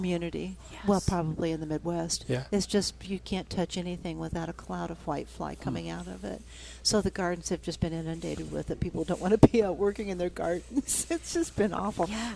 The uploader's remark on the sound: live from Prairie Gardens